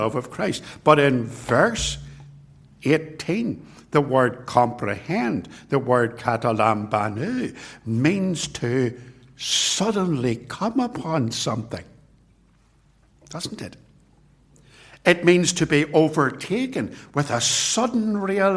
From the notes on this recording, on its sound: This sermon was preached at Ballymacashon and Templepatrick Reformed Church. It was recorded at TRC.